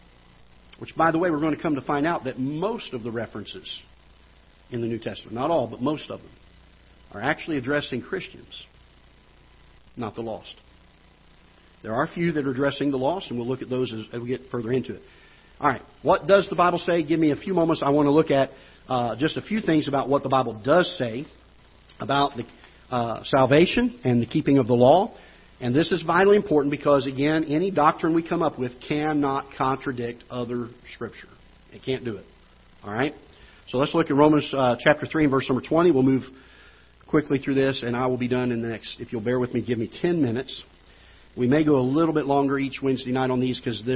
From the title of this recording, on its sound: Ketha Heights Baptist Church ~ Live Broadcast